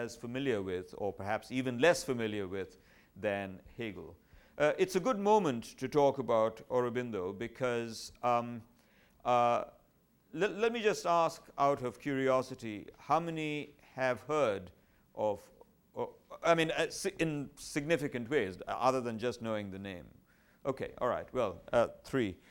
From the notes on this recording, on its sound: at the third Shulman Lecture of 2008 at the Whitney Humanities Center